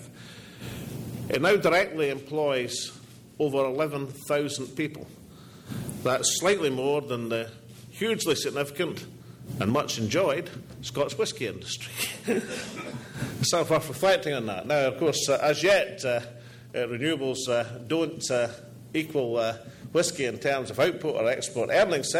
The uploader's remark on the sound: All Energy 2012 Conference address